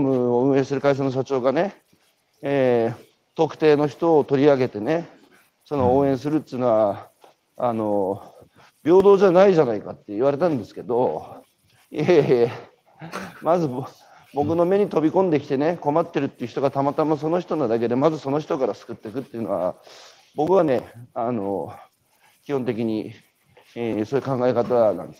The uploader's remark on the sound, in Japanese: 歩きながら1時間、対談する